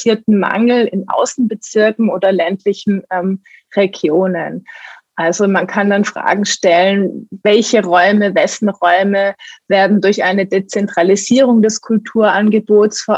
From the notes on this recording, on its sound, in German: Im Zoom-Webtalk